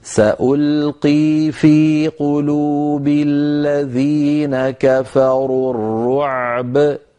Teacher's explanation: مثلا عندنا كلمة الرعب، سألقي في قلوب الذين كفروا الرعب، لو ضاق نفس الإنسان وأراد أن يقف عليها يقول سألقي في قلوب الذين كفروا الرعب، فيسكن العين ويخرجها من مخرجها ويعطيها حقها من البينية، ثم يأتي بباء ساكنة مقلقلة دون أن يؤثر ذلك على صوت العين